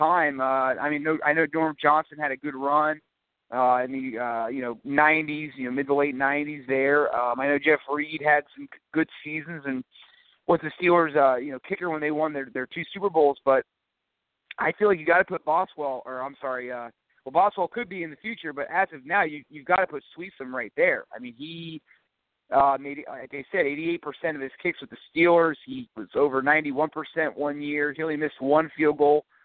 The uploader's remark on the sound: Live call-in edition